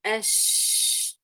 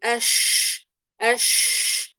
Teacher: انتشار الهواء في الفم لكن انتشاره من الوسط فقط · Shown in: first take · يعني أقول أش لا أقول أش أش، هذه الأش خطأ، أنا مليت المنطقة كلها بالهواء لكن لما أقول أش لم أملأها جميعا بل من وسط اللسان إلى الأمام فقط هي عندي مخرج الشين. · Term: صفة التفشي